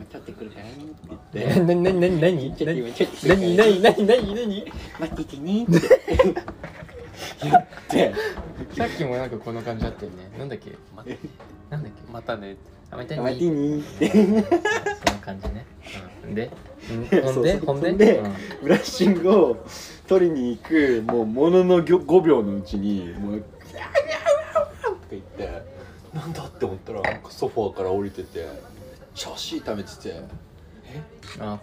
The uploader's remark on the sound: Recorded at a wine bar